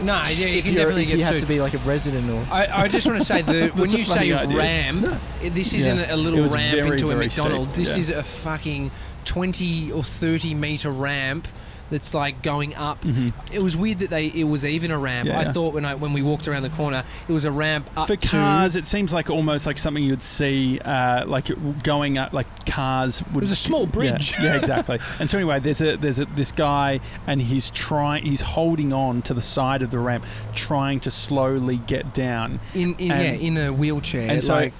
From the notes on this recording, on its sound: Today we're sitting outside Bluestone Lane!